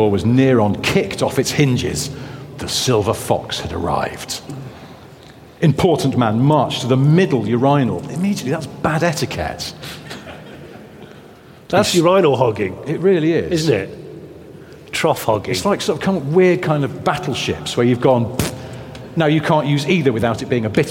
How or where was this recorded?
live audience